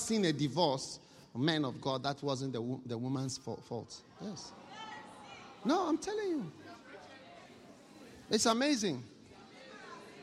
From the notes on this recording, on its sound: Preached at a BENMP service in Birmingham UK